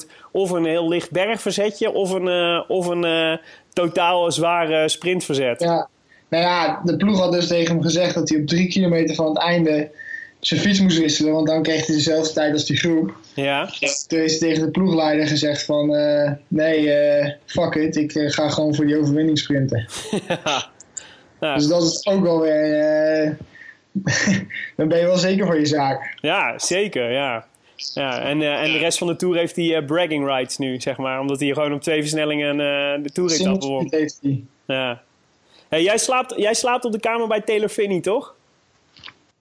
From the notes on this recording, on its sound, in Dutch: We mochten met ‘m Skypen op z’n eerste rustdag.